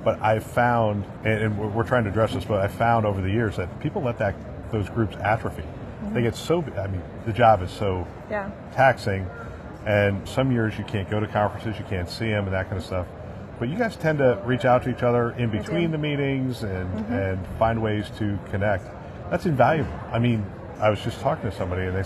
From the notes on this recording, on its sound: live from ViVe 2023